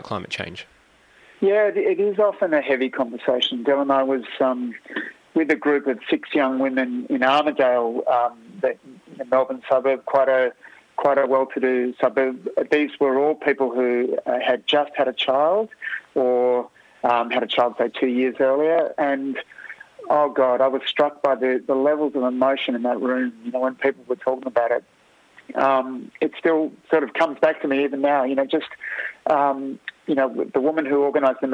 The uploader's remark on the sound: Phoned in to The Grapevine. Phoned in to The Grapevine.